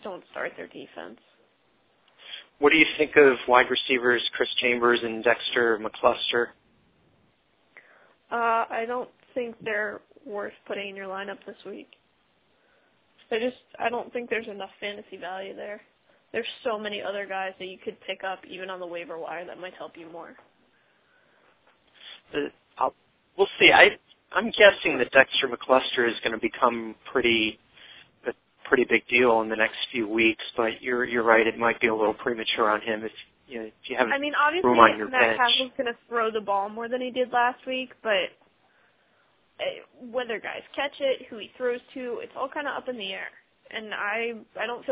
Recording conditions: phone line